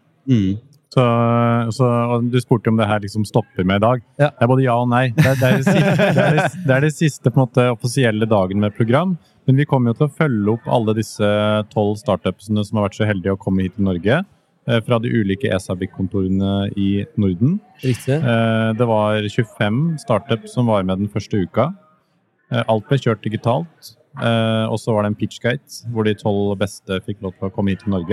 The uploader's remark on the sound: S4 EXPO LIVE